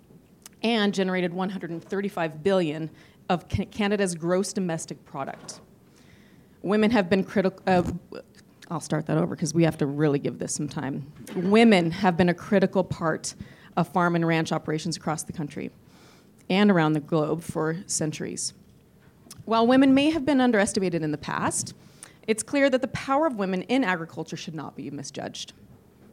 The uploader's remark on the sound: Industry Outlook Panel (2022 AWESOME Conference). This episode was captured live at the first in-person AWESOME Conference on November 9th, 2022 in Saskatoon.